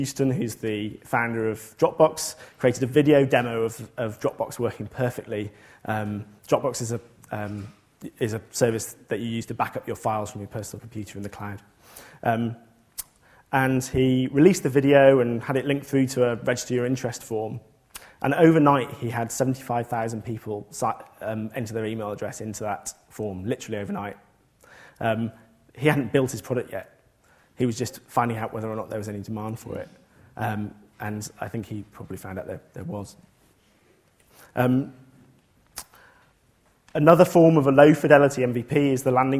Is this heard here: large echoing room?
yes